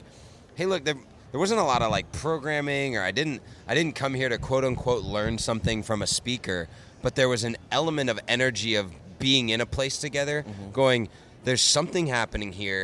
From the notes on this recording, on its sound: LIVE at Digital Dealer, Tampa. We are live at Digital Dealer Tampa.